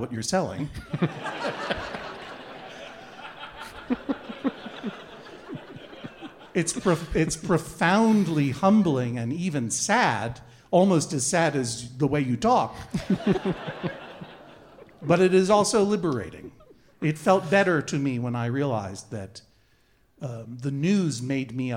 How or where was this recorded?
live audience